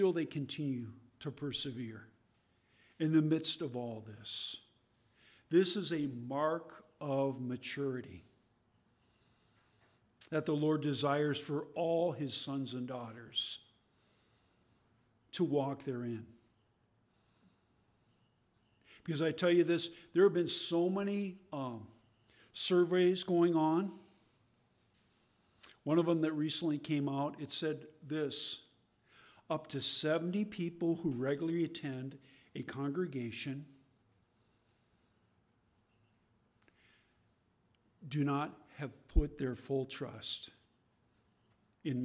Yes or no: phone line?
no